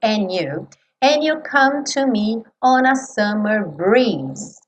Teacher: como acontece muitas vezes, esse D sumiu. Poderia não sumir.